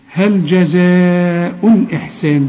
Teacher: هل جزاء الإحسان، ده بقى مد واجب، لما قلنا ولا جان ده اسمه مد لازم، يعني تمده ست حركات، انما هل جزاء ده تمده اربع حركات